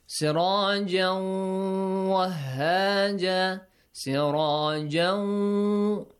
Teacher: I merge tanween into waw, okay? The tanween will have the sound of the letter waw. And also there is a ghunna. · Term: idgham with ghunna